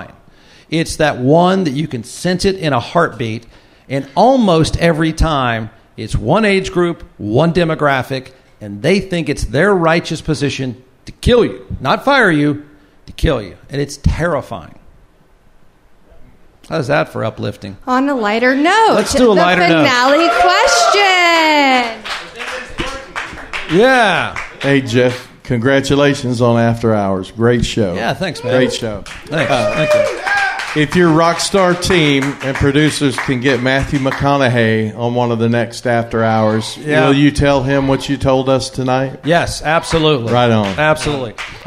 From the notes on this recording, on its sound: Audience Q&A (With Wine, Of Course). Live from Pedernales Station. Live event.